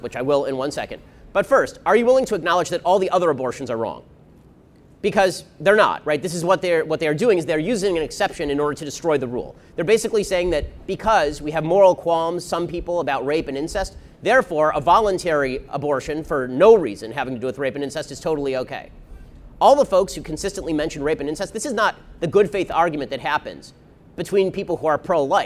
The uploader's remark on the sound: We broadcast live from the March for Life